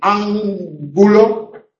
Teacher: si va seguido de una G en ángulo, es nasal, pero es velar